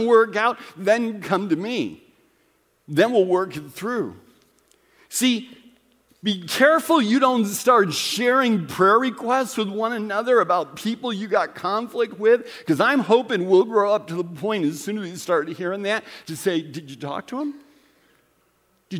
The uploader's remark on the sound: Recorded at Central: A Christ-Centered Church, Ewing, NJ